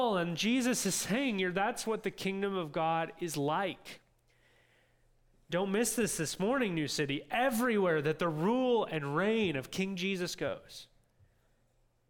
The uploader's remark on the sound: This audio from New City Church in Champaign-Urbana, IL.